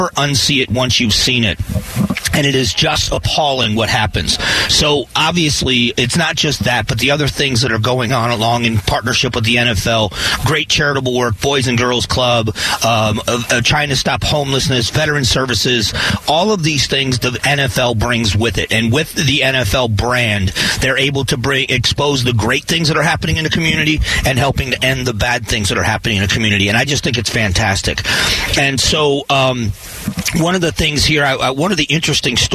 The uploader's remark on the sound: Live at Radio Row! The sights and sounds of being at Radio Row in the lead up to the Super Bowl.